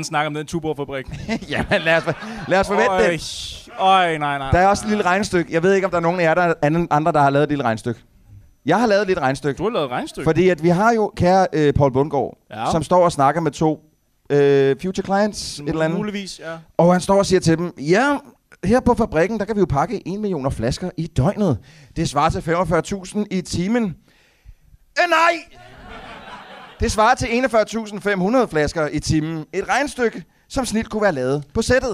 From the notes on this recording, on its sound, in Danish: Denne gang LIVE med en fantastisk film. Afsnittet er optaget i Huset - KBH, og stemningen var mildest talt fremragende.